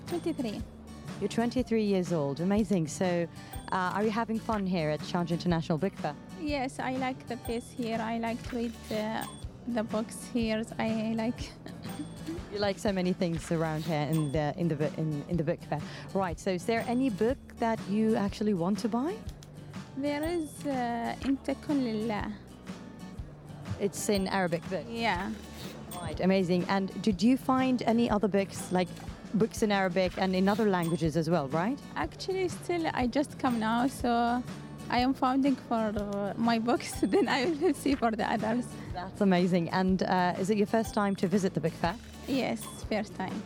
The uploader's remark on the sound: Live from SIBF 2023